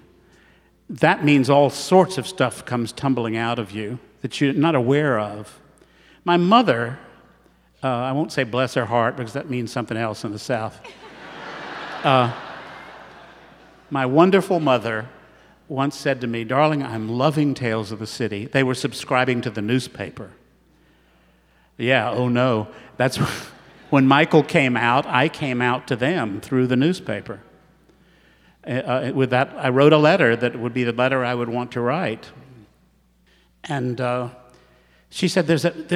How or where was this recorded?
live audience